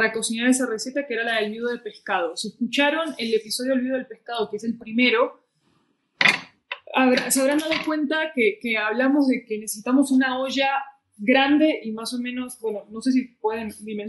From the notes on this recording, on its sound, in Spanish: Nos presentamos en vivo en Podcastinación! En la que el audio nos traicionó.